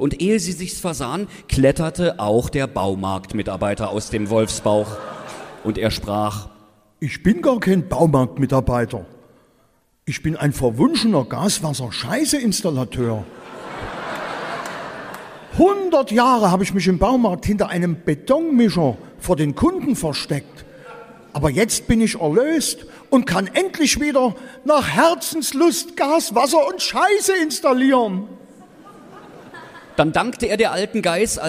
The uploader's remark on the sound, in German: Sachsens lustigster Podcast war auf großer Live-Tour mit IHREN Lieblingsmärchen. Hier ist der erste von fünf Mitschnitten aus dem Zentralgasthof in Weinböhla.